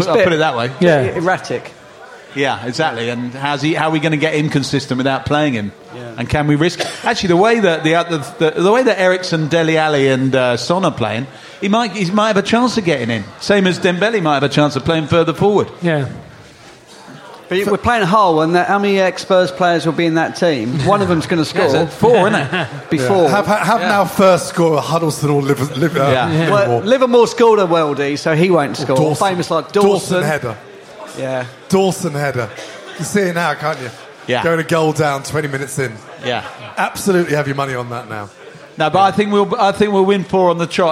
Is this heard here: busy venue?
yes